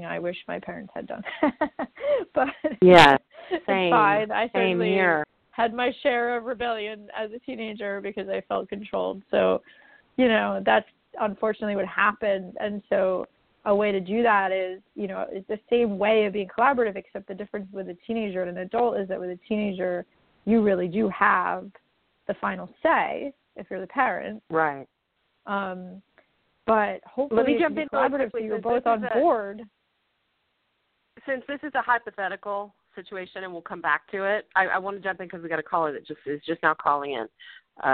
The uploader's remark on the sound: A Call-In Show